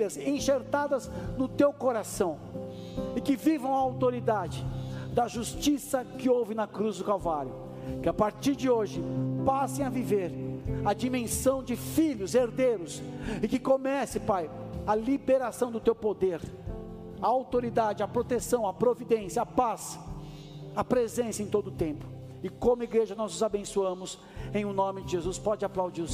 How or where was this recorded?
large echoing room